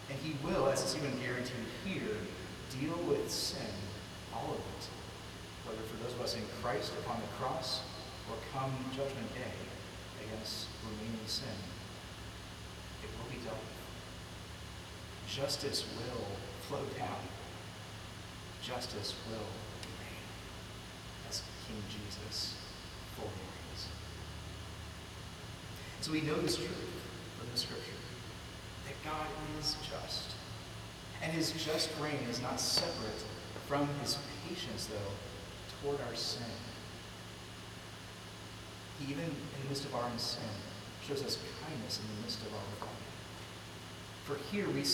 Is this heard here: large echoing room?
yes